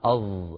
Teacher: بينا بأنه صوت مخلوط من الصاد والزاي · Term: الصاد كالزاي